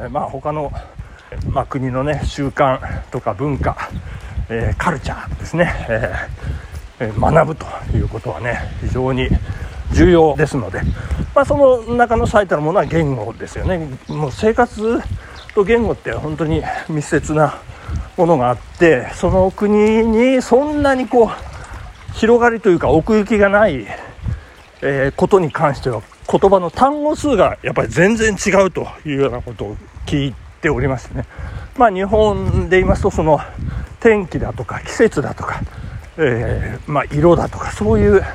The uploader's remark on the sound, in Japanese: 朝ラン19℃。雨の中での収録。